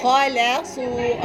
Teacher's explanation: رققوا اللام المرققة ما بين الخاء اللي قبلها والصاد اللي بعدها